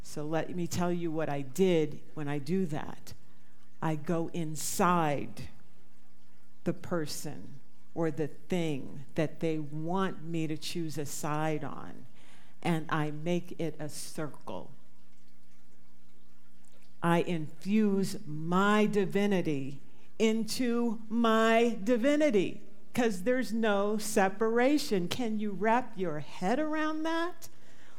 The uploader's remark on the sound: This talk was recorded live at the Center for Spiritual Living Prescott on March 5, 2023.